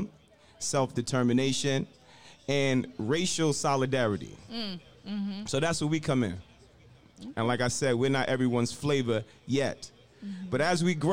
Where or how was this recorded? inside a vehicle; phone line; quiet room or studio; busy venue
busy venue